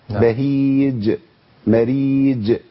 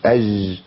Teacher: قلقلة الجيم وبان كده مبقاش فيها شبهة شين · Shown in: first take · ولا يبقى فيها الجيم السهلة اللي هي بدون تعطيش اللي هي ج أج دي.